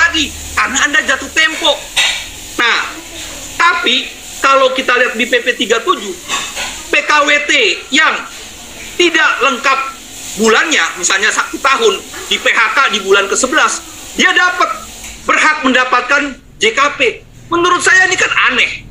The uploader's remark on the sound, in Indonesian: MELALUI VIRTUAL ZOOM MEETING